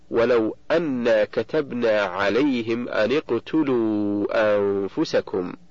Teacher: ومثال النون قوله تعالى: ولو أنا كتبنا عليهم أن اقتلوا أنفسكم في سورة النساء، فالنون من أن ساكنة التقت بالقاف وهي ساكنة أيضا، فحركت النون بالكسر للتخلص من التقاء الساكنين